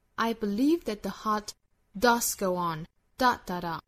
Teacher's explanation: I believe that the heart does goon，这句话里面的这个 does 其实是起到强调作用的，所以这个词一定要做重读